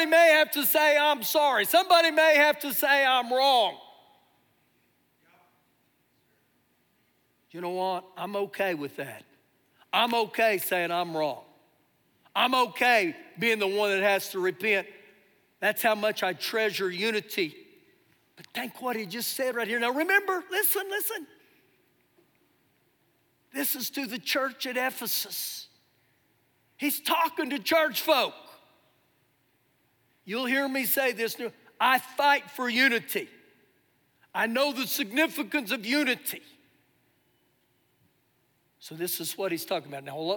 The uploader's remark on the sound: Recorded live during our Sunday morning service